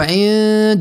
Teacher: الإخفاء ما نقولوش عند هنا الإخفاء يعني النون الساكنة وبعدها الدال أخفيت النون عند حرف الدال